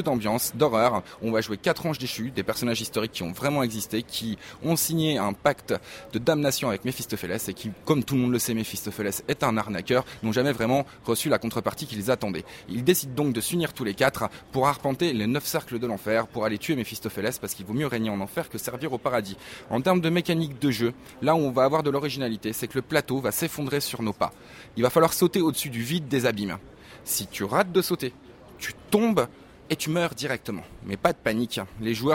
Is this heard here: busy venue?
yes